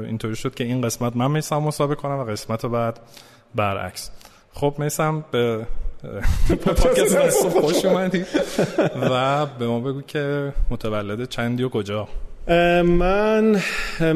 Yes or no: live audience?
yes